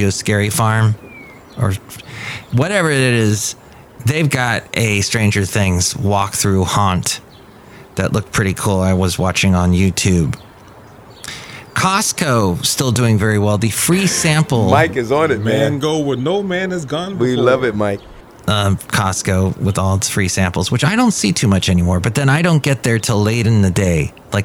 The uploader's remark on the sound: podcasts live from Café Anyway